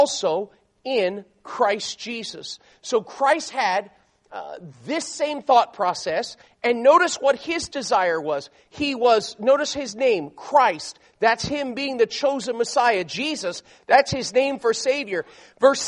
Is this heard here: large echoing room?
yes